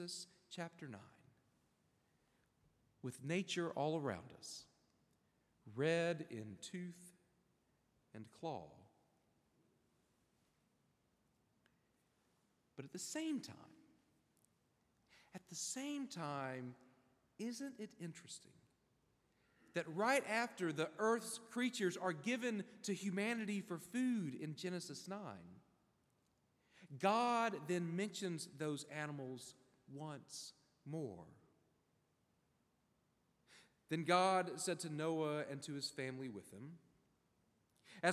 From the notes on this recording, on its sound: preached at Hendricks Avenue Baptist Church on Sunday, February 18, 2024.